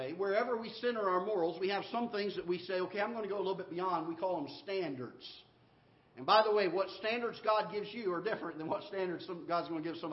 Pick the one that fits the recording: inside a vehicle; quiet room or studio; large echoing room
large echoing room